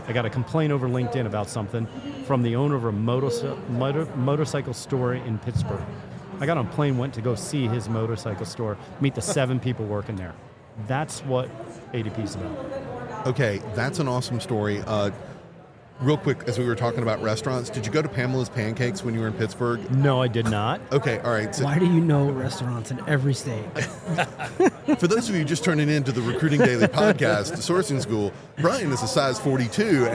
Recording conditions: busy venue